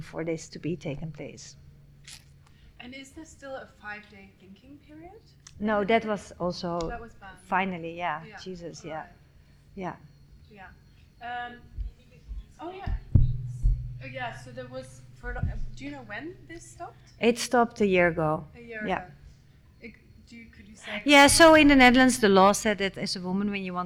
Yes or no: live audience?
yes